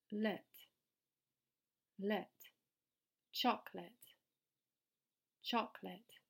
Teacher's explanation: The second syllable is not pronounced late, but lit.